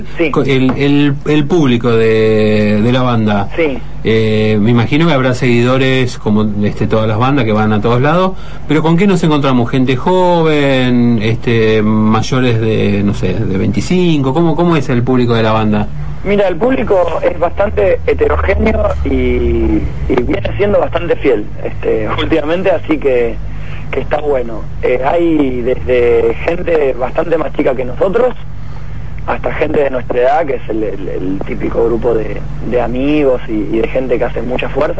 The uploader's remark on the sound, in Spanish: Nota telefónica. En Buenas Tardes Rock.